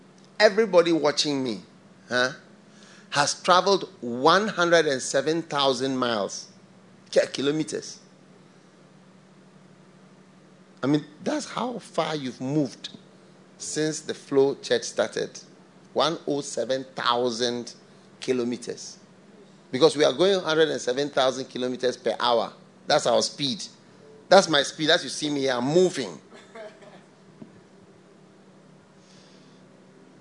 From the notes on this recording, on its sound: Preached at the FLOW Church, Accra.